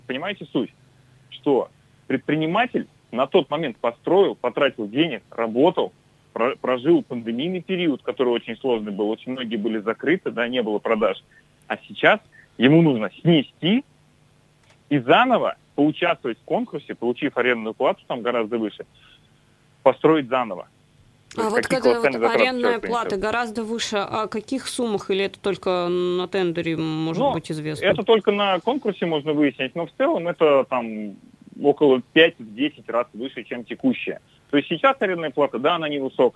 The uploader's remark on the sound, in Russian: По телефону